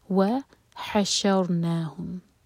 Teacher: ح حلق سے، را ساکن ہیوی کیونکہ اس سے پہلے ہے فتحہ